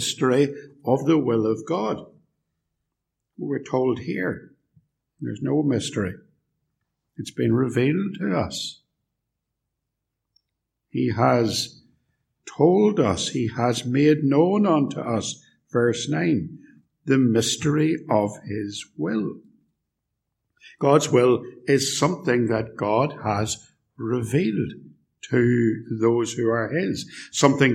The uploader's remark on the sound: Sermon preached at Ballymacashon and Templepatrick Reformed Church. Recorded at TRC and used by kind permission.